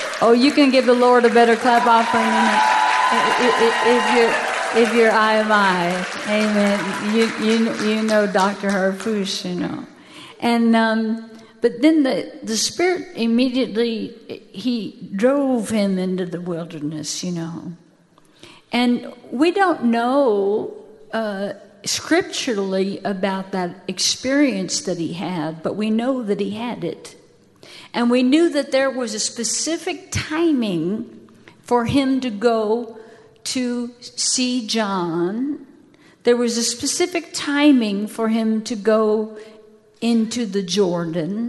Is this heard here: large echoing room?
yes